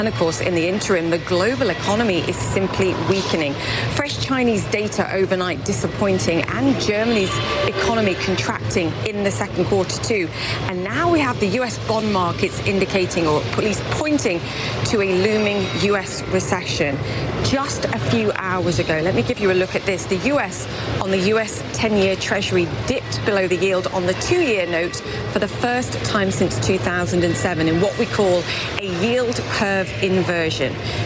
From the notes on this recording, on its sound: live from the New York Stock Exchange